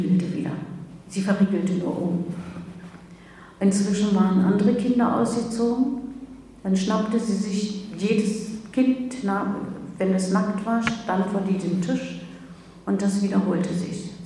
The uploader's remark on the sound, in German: Der Mitschnitt stammt von ihrem Vortrag auf Einladung von Radio Dreyeckland in Freiburg